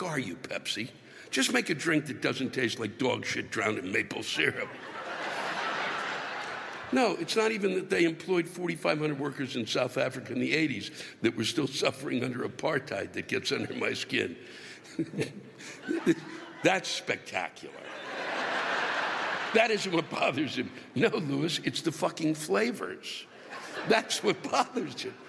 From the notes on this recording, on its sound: The live rants come from the Soaring Eagle (NOT Spread Eagle) Casino in Mt. Pleasant, MI.